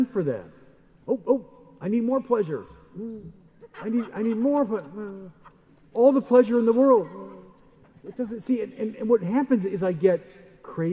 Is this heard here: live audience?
yes